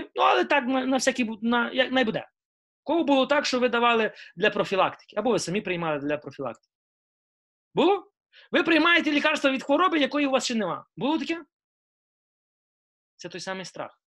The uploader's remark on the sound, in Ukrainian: Zoom зустріч